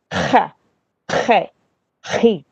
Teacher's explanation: eles estão falando com um som que vem daqui, que arranha né, na garganta · Term: gutural